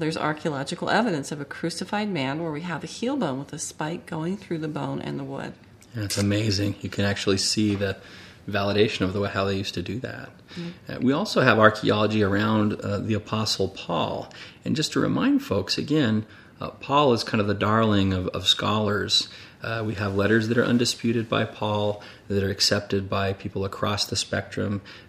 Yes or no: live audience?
no